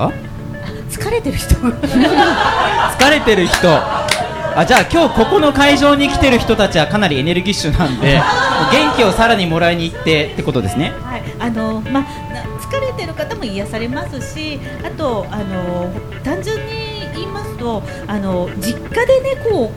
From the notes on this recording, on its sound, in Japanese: 麻布十番商店街入口にある、ビストロ「蝶蝶」にて行われた公開収録の模様をお送りします。